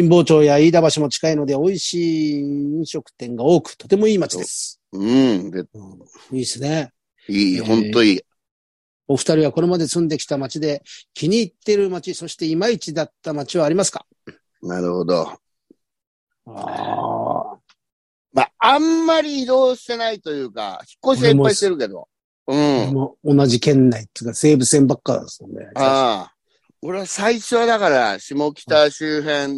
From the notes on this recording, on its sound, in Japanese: ZOOMで収録